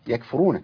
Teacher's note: الكاف والفاء والياء مرققين والراء مفخمه